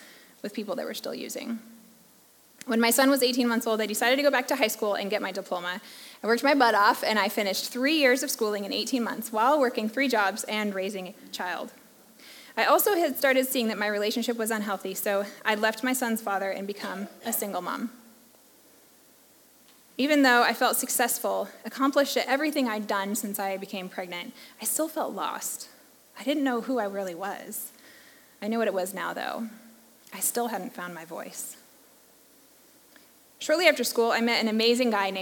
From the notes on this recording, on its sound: recording from the live Story Night event on October 12th, 2023